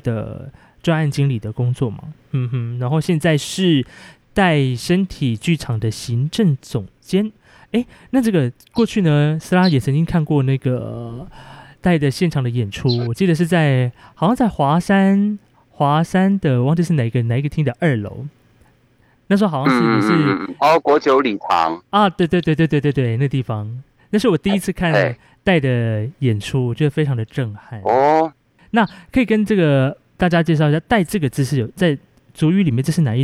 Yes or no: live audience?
no